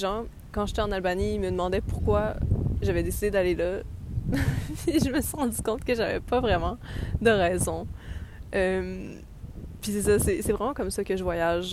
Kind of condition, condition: fault, wind noise